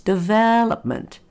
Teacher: notice the vel is longer than the rest of the word.